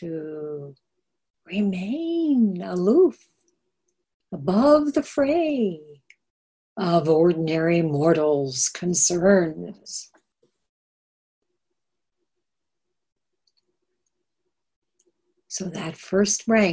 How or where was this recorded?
video call